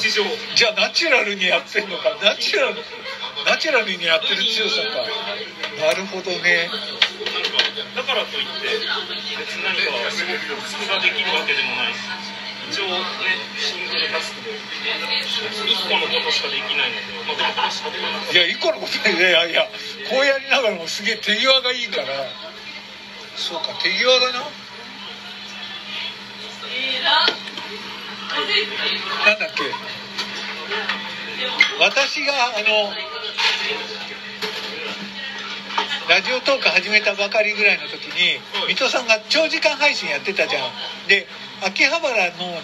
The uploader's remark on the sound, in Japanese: 居酒屋殿(しんがり)での収録です！